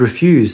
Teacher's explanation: Now, notice also that the word "refuse" appeared twice, but the first time you not only interpreted it, but heard it in your mind as a verb with a stress on the second syllable, and the second time as a noun.